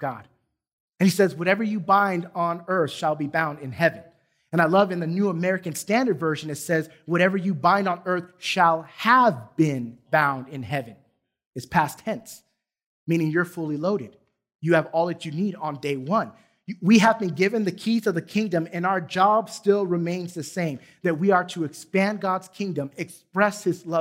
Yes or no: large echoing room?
yes